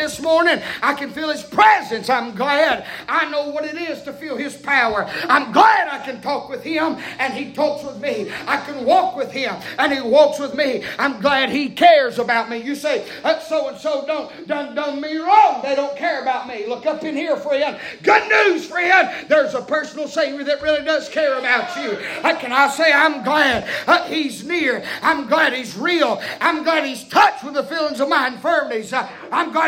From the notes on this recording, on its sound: preaching Live from Still Water Baptist Church